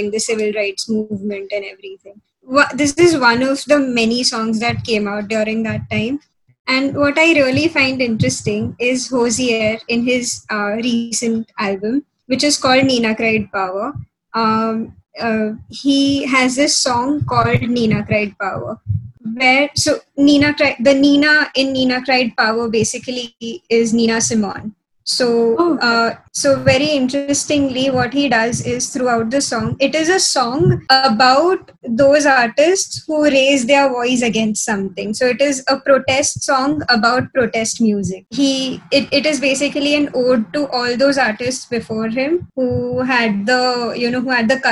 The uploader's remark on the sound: due to our poor-quality audio